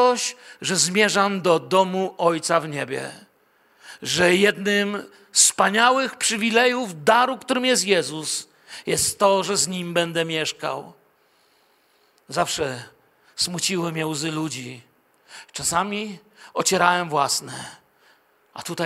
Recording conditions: large echoing room